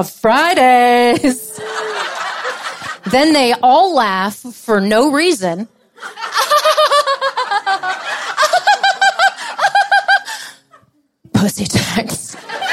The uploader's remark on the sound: Party in LA. Clit Talk's live event, celebrating the show's global launch, brought 150 people together.